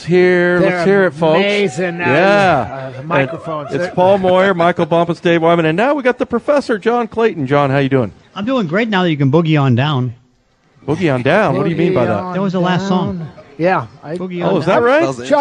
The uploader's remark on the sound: live at Snoqualmie Casino